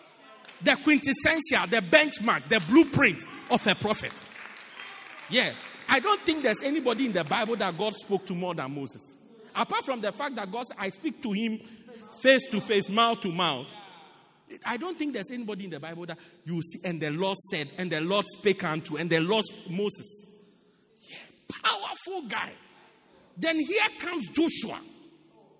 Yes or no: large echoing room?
yes